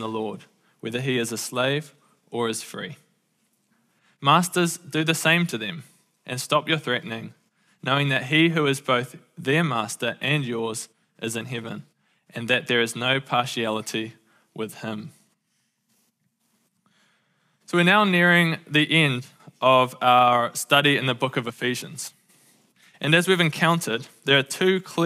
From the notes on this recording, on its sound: Recorded at the Hukanui Bible Church morning service on Sunday the 15th of October 2023 during the 10:00 am service.